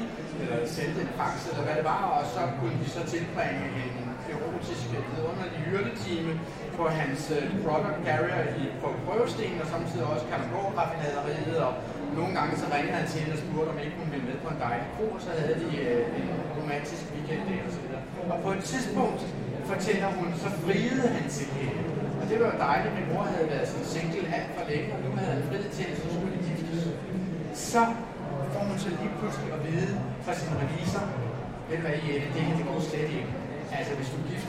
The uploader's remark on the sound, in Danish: Det her er optagelsen af vores live optræden. Midt i larmen og tumulten. Hør hele optagelsen af vores live optræden på Bellascenen på dette års Bogforum.